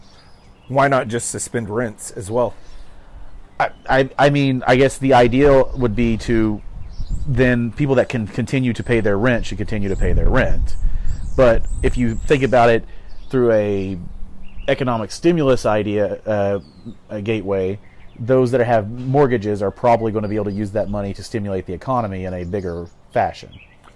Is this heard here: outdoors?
yes